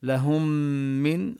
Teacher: الميم الساكنة كأنها تدخل في الميم التي بعدها المكسورة. لهم من فنبين غنة هذه الميم التي شددت يعني أدغمت فيها الميم الأولى فشددت ويعني كما يقول العلماء وغن ميما ثم نونا شددا هذه الميم المشددة نظهر فيها الغنة. · Term: تدغم الميم في الميم